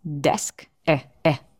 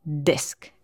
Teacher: Для «е» короткої язик ніби розтікається в роті, такий розширюється в сторони · Shown in: first take · наче ви поїли такого смачного маслика тепленького на хлібчикові.